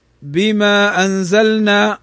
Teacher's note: وأما المد الجائز المنفصل فإنه سمي جائزا لأنه يجوز أن ينطق بحركتين طبيعيا، مدا طبيعيا، ويجوز 4 حركات أو 5 حركات